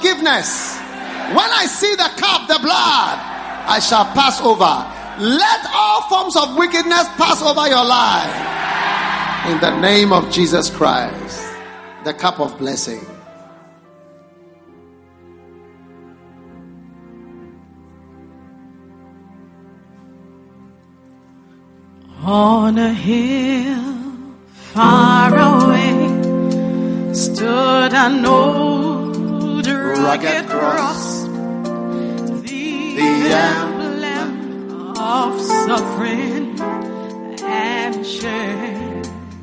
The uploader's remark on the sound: Preached at the First Love Center.